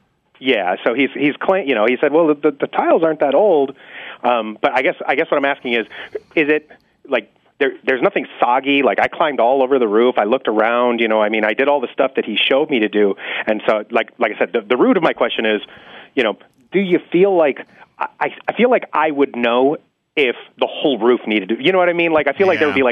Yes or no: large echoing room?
no